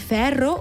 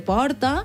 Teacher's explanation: aprenem a pronunciar la E oberta de ferro o la O oberta de porta